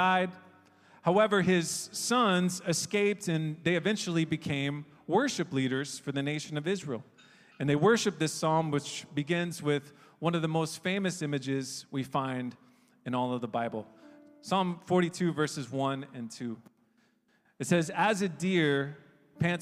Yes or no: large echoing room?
yes